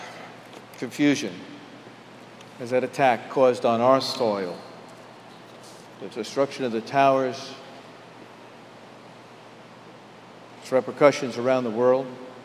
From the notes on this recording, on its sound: Homily delivered on August 21, 2011 at Jan Hus Presbyterian Church and Neighborhood House.